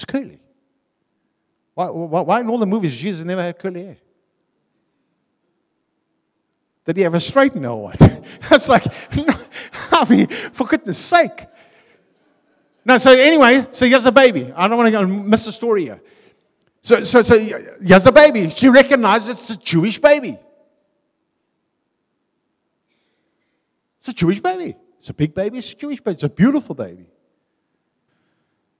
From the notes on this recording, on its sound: Venue : a|City Church , Harfield , Cape Town